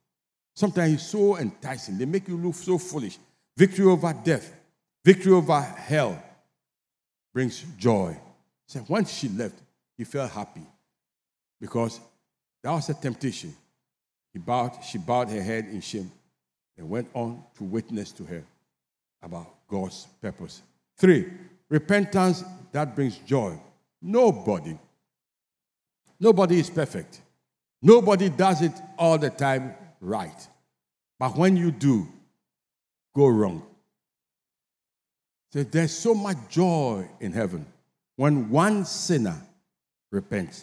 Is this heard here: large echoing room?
yes